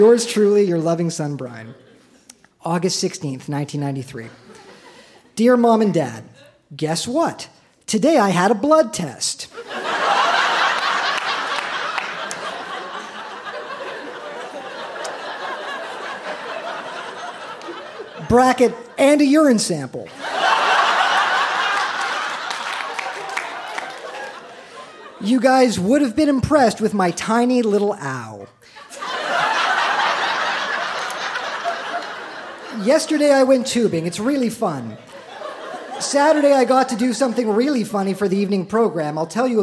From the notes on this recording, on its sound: Recorded live at the Royal Cinema in Toronto.